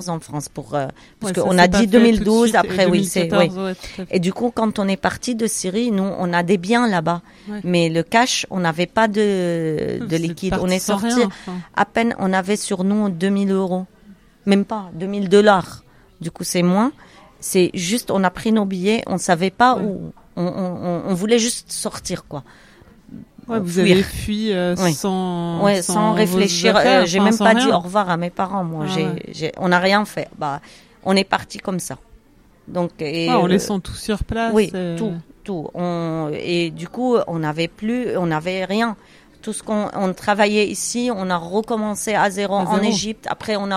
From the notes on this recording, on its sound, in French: Cet épisode a été enregistrée début juillet dernier, chez Grand Scène donc, en live, à l’occasion du Refugee Food Festival. Le génial nouveau food court lillois.